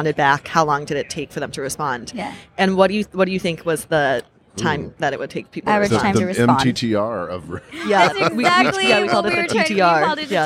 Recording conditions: busy venue